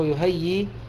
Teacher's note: بياء ثابتة مدية حركتين، ولا تحذف هذه الياء ولا يدعى فيها أنها فعل معتل · Term: حرف مد